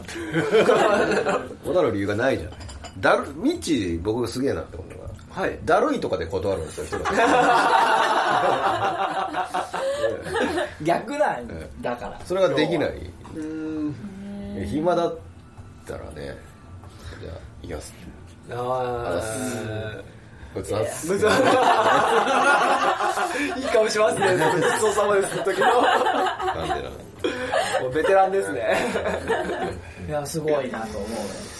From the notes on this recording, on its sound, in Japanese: ３周年記念公開収録オフ会。